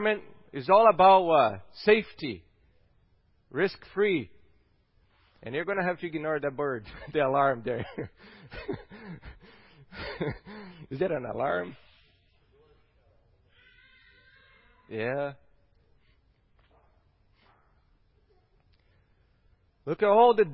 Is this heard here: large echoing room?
yes